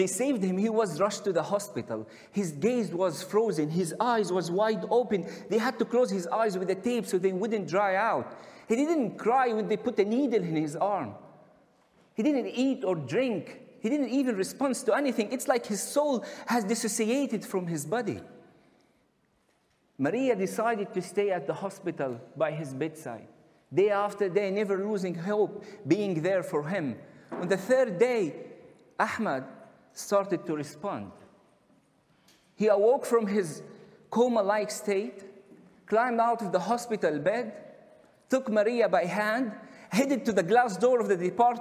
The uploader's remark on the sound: recorded at the 2021 Oslo Freedom Forum